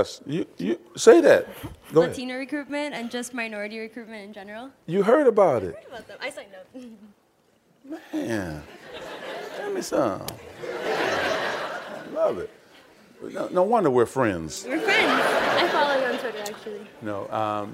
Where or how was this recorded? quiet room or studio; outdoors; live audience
live audience